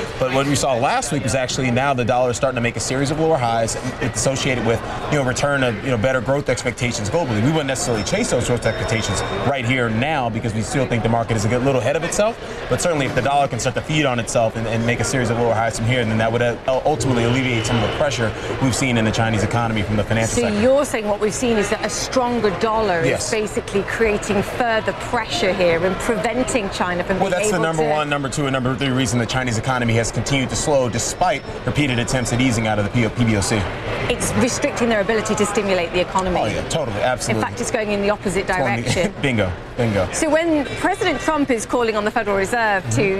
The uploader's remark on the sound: live from the New York Stock Exchange